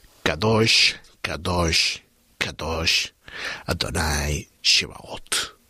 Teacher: emplean las dos vocales más abiertas, más amplias que se puede encontrar en la lengua hebrea, que es la A, una A y una especie de O, de hecho, el texto dice Kadosh, Kadosh, Kadosh, Adonai, Shebaot.